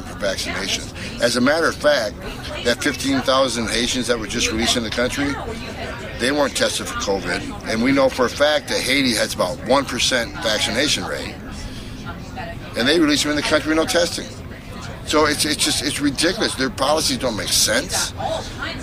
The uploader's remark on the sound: Live From Washington DC. FAIRus.org is hosting its annual 'Hold Their Feet To The Fire' conference and I'm broadcasting live from radio row.